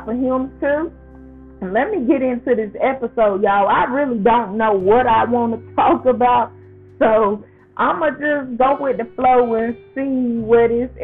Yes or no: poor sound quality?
yes